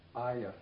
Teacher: another way to fit Arya into speech is to assimilate the R to the Y, so then it becomes Aya